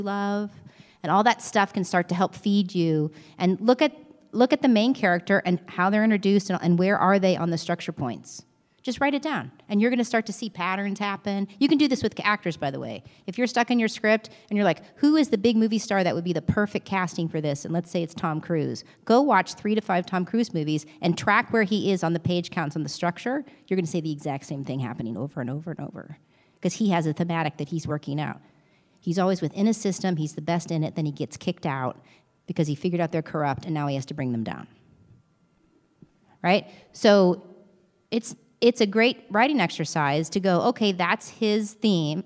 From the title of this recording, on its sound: LIVE Q&A From The SLO Film Festival